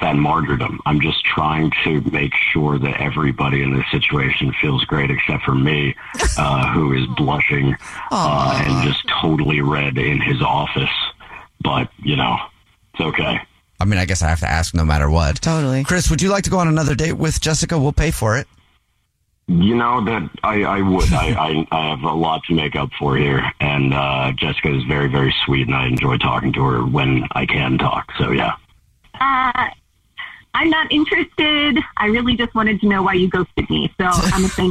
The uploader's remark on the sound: We get that other person on the phone